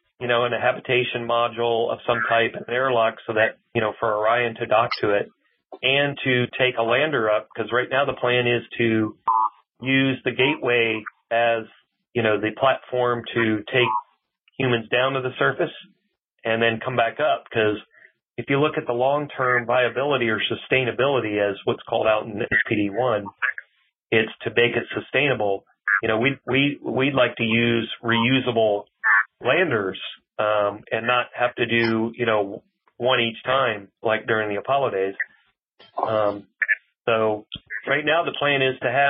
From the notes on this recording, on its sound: Today we’re featuring a Future In-Space Operation teleconference